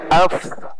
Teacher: jadi bibir tidak rapat. Kalau rapat tidak ada hamasnya, tidak ada angin keluar ya. Nah, makanya ketika dia sukun nanti af ada tuh.